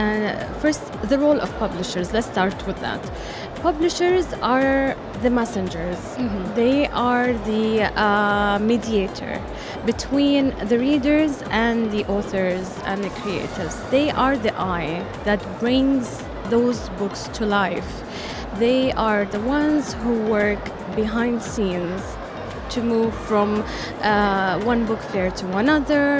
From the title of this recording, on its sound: Live at SIBF 2023